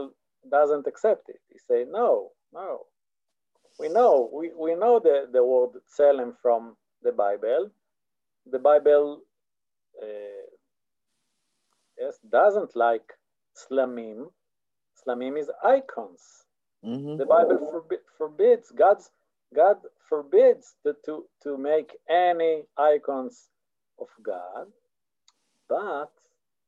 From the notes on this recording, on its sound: This audio was originally captured from Zoom